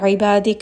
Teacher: عين، is going to be from the middle of the throat